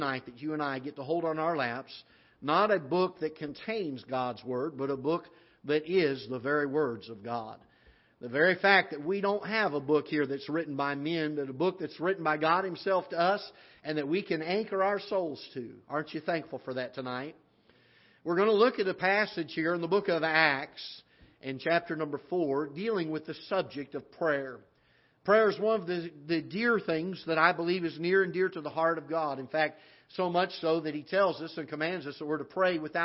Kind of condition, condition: setting, large echoing room